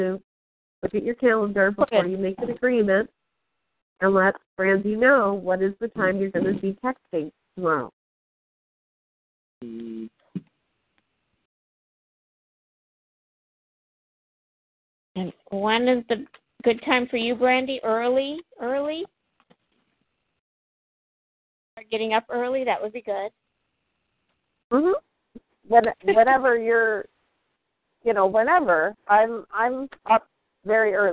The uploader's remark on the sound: Team SAP Conference Call